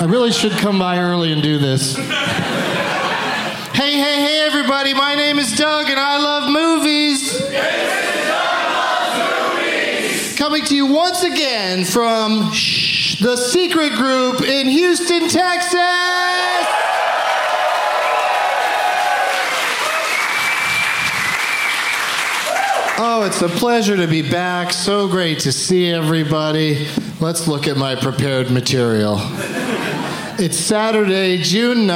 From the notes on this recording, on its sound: Live from the Secret Group in Houston.